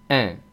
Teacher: Esto se consigue tirando hacia los lados de las comisuras de los labios. Una E muy abierta que casi parece una A, pero no, es como una E. · Term: nasal de la E